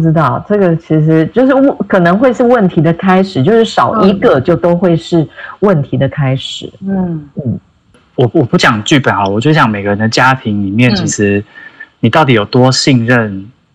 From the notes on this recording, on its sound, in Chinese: 本集因疫情採線上收音，帶點朦朧美但一樣好聽！